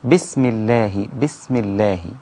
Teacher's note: السين رقيقة جدا وتظهر فيها صفة الهمس